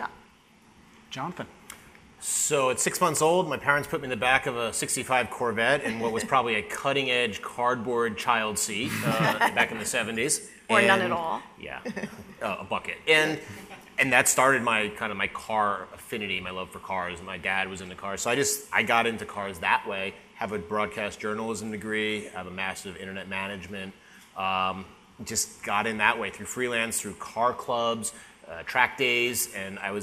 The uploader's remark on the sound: recorded live at the track with an audience of loyal fans